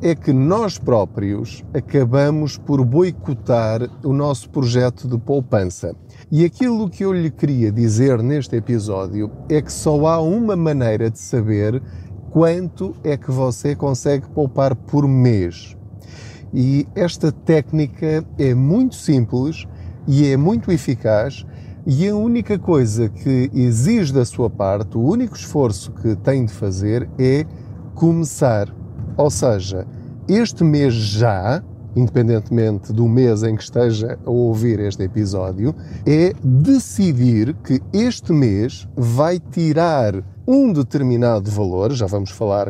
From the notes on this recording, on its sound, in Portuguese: Não ligue aos barulhos da viagem.